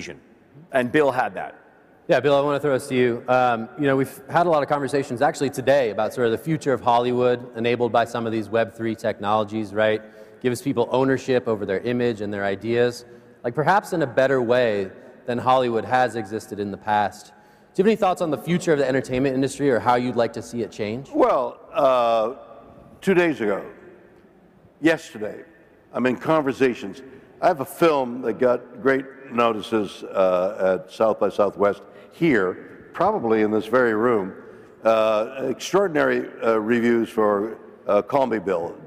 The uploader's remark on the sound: A Consensus 2023 panel